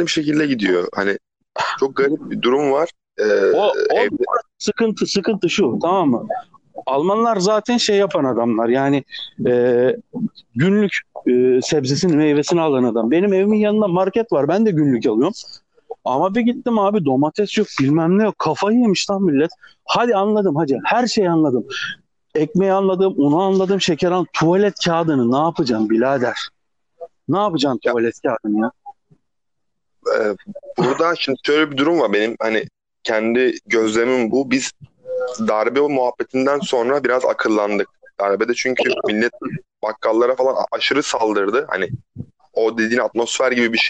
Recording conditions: phone line